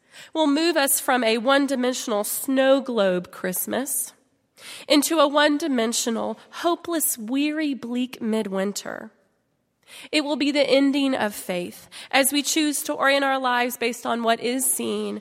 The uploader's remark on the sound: at Highland Baptist Church.